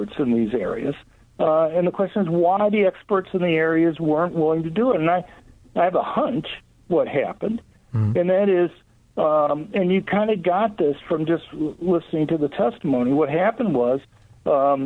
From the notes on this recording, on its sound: opens the phone lines so listeners can have their say